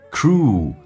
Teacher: Cruel,嘴巴凸出来收圆长元音